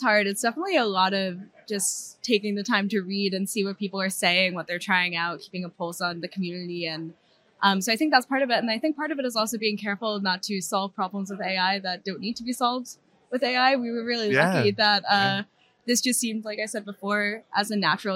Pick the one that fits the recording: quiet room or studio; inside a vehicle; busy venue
busy venue